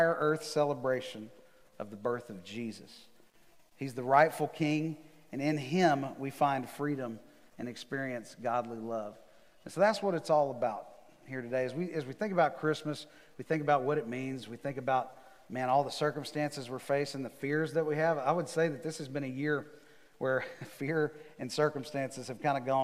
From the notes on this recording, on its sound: MJ campus. At The Fellowship at Mt Juliet.